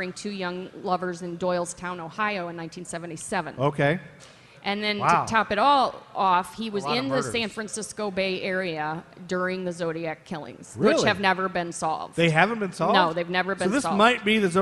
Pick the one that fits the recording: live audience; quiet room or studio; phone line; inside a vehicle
live audience